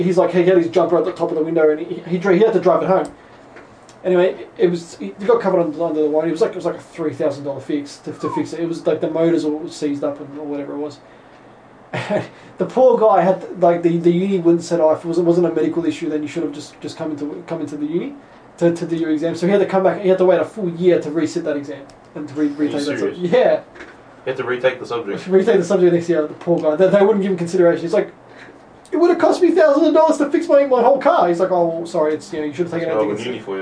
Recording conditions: poor microphone